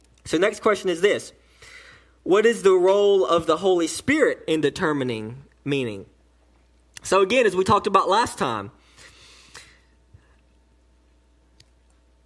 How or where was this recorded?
large echoing room